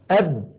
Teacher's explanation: تجد بأن المخرج قد انقفل تماما